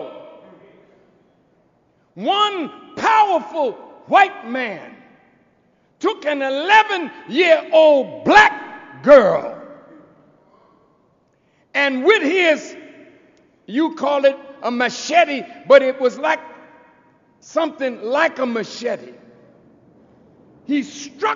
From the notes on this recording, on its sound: This podcast is an excerpt from a message by the same name delivered October 28, 2007 in Chicago, Illinois.